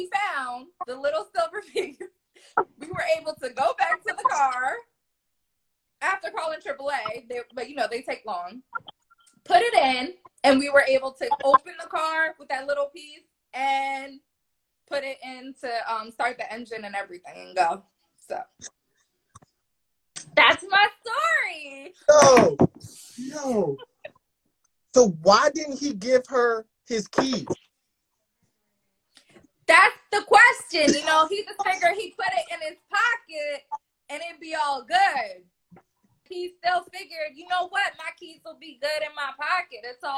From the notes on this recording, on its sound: Live on Instagram